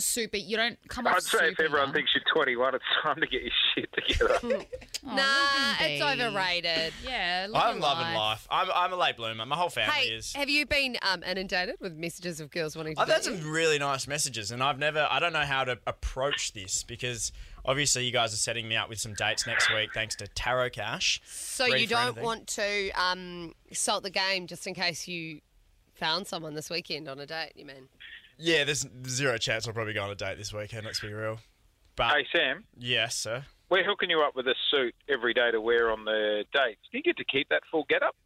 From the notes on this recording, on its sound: LIVE from the shuttle bus.